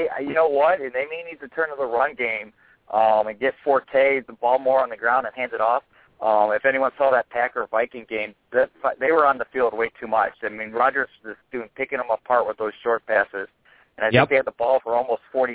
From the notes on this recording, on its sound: In Spokane called in with his 3 year old.